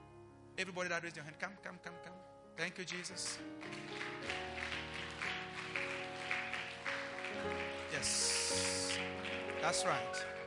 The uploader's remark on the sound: LIVE AT ABC KHALANYONI